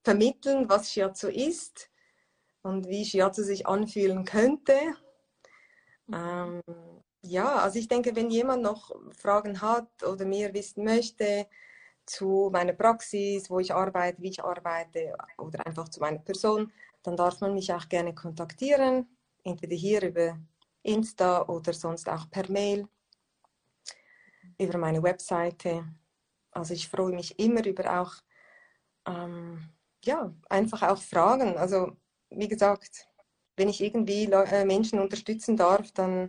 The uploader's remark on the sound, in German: Letzte Woche habe ich ein Instagram live geführt